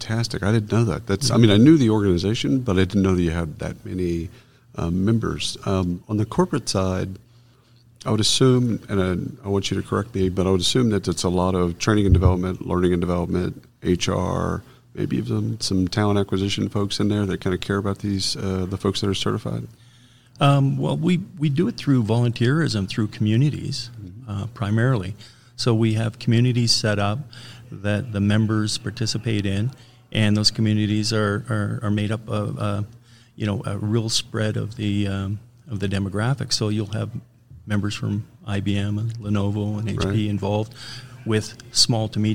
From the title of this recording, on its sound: Live from SHRM Talent